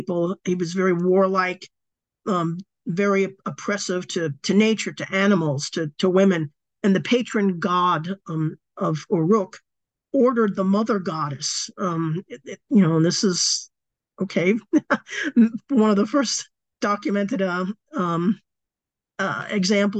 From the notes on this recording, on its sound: A live webinar on Sunday 15th October 2023 10am UK time.